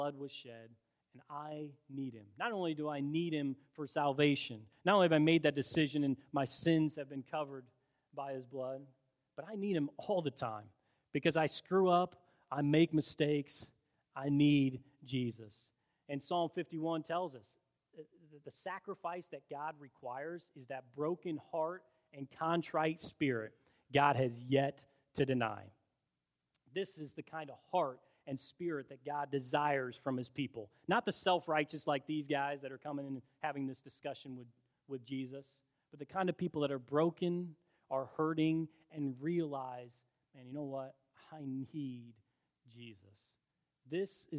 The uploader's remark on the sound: In a special Cornerstone service held at Olivet Church, both congregations celebrated our ministry together.